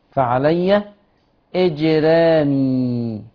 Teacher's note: الحاجة اللي ممكن يقع فيها الناس ترقيق الراء بتاعت فعلي إجرامي